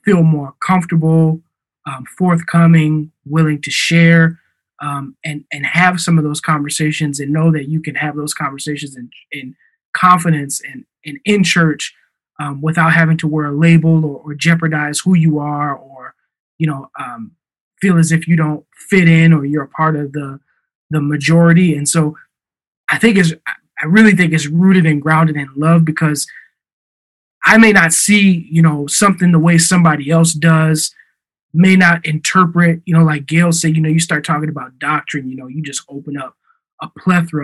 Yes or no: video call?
yes